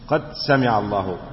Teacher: طيب، برضو من ضمن القراءات في قد سمع، حمزة كان بيدغم الدال في السين